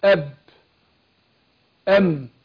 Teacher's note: طبعا معروف ان الميم بتخرج بانطباق الشفتين، يعني دي حروف الشفتين، الميم تخرج بانطباق الباء، بتخرج بانطباق الشفتين.